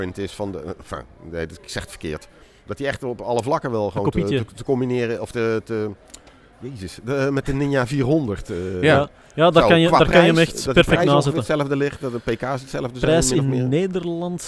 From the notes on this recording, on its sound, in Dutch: Live vanaf de ChromeBurner Start Your Season-dag in Nieuwkuijk